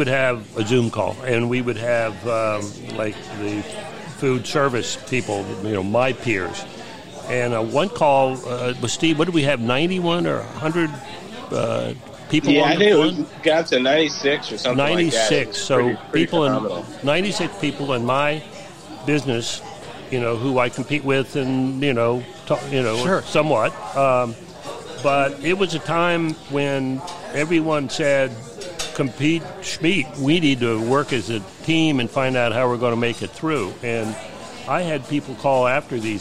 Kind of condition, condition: setting, busy venue